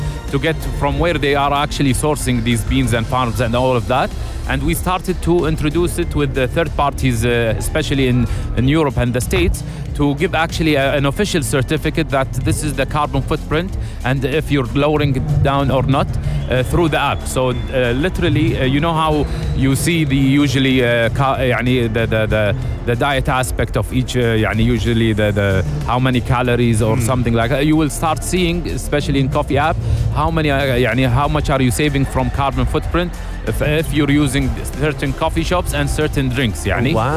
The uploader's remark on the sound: Live from SEF 2024